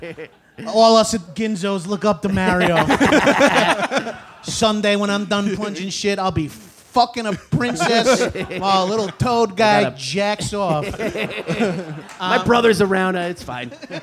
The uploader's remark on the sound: Live from SXSW